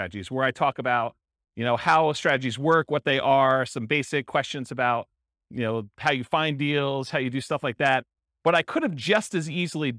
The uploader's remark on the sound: In Lansing, Michigan. This was a live class recorded to give investors a solid qualitative overview of all the different real estate investing strategies.